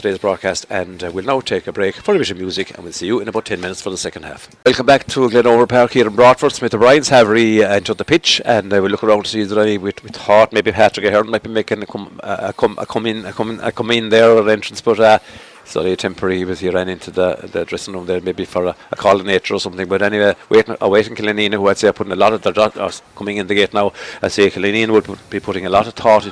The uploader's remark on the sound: Outside broadcast